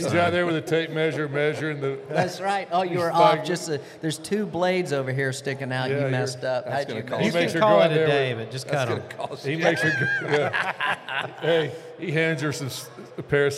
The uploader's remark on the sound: Goes on location to the grand opening of Freehwheeling Powersports. All located in Georgia.